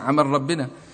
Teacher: فقال العمل عمل ربنا باللهجة المصرية عمل ربنا، ففيه إدغام اللام في الراء وهو لا يشعر